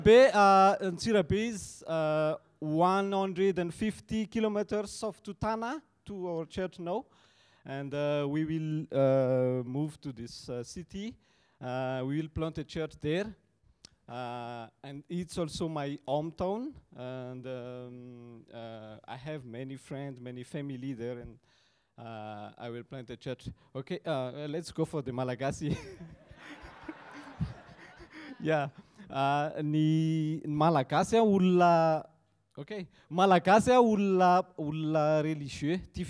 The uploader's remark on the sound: Audio session recordings from the recent Advance Africa Leadership Conference, which took place in JHB, South Africa in July/August 2023.